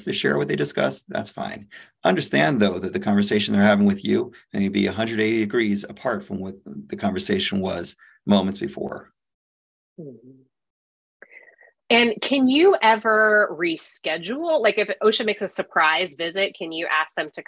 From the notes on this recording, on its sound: You are listening to audio from a webinar in the Safety+Health Webinar Series. By Alert Media.